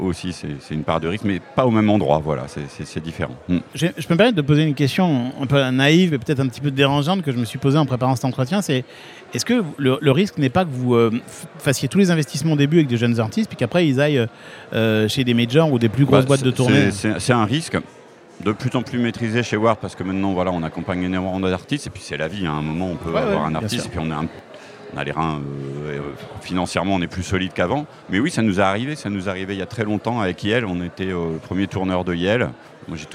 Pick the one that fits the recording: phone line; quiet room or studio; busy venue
busy venue